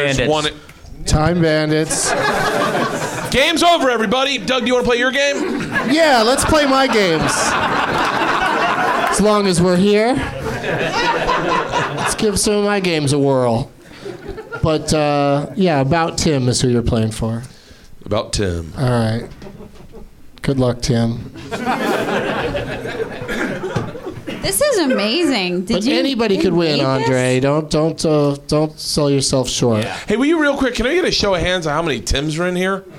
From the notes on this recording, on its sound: Live from the NerdMelt Showroom in Los Angeles